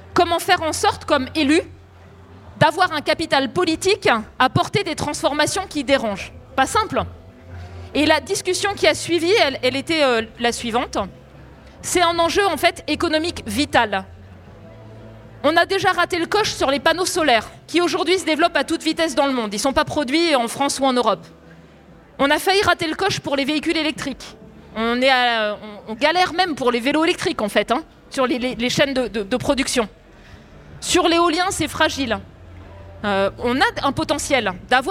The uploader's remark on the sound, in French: Dans cette conférence, nous avons laisser l’occasion à tous nos festivaliers mais aussi aux auditeurs de Brut de pouvoir poser toutes leurs questions. Une session de questions réponses.